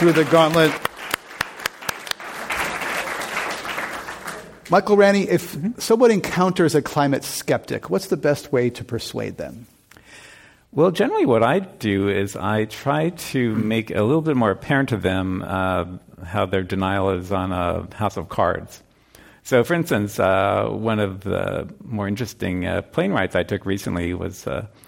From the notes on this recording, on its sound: This program was recorded live at The Commonwealth Club in San Francisco on May 8, 2017.